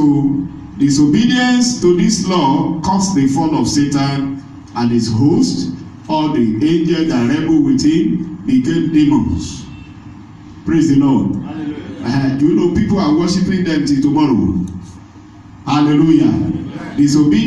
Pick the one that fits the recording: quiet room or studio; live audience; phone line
live audience